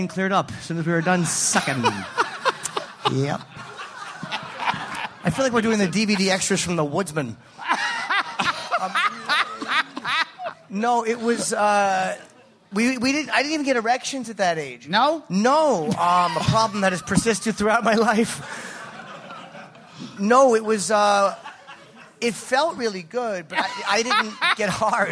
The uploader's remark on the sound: travel to Littlefield's in Brooklyn for a live, Super Week/NY Comic Con-themed episode